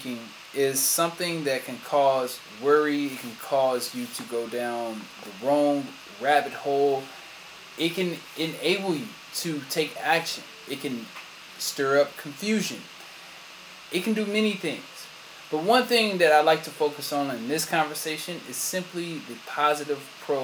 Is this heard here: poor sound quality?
yes